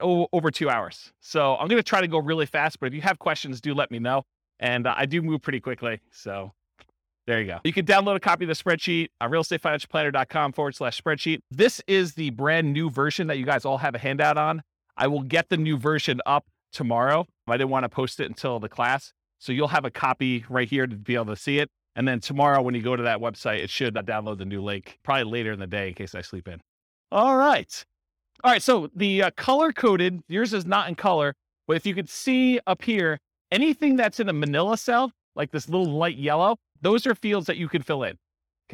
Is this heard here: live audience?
yes